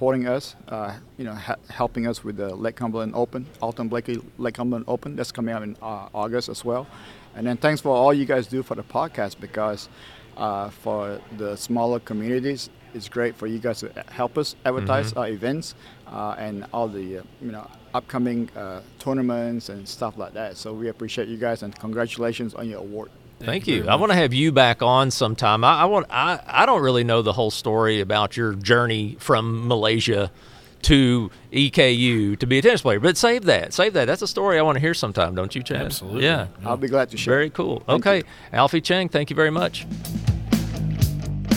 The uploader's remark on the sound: It’s a special AUDIO-ONLY edition of GSMKY! This was our first-ever remote podcast, recorded on January 27, 2024 at the Kentucky Tennis Weekend Community Development Workshop at the Hyatt Regency in Louisville, KY. We recorded a lot of great interviews with CTA representatives and some USTA staff.